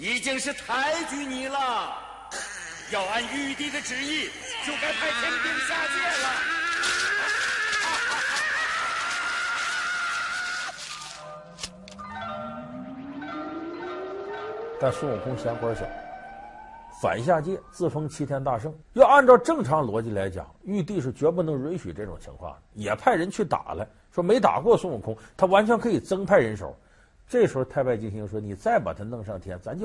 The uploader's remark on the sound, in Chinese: 還有聽故事的觀眾。